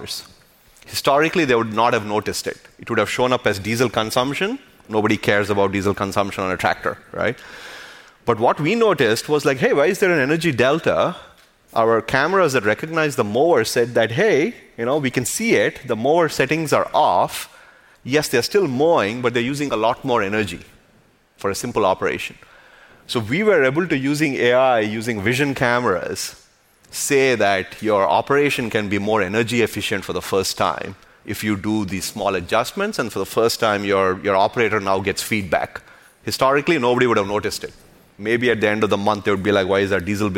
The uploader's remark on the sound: I co-hosted the Code Conference this week where I had the opportunity to hangout onstage